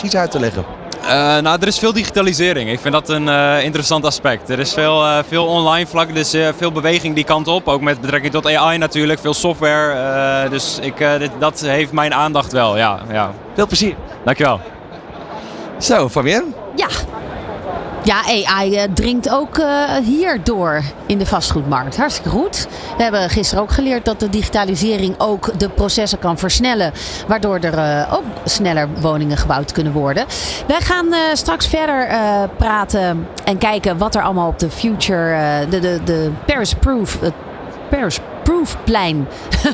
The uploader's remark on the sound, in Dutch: New Business Radio op de PROVADA 2023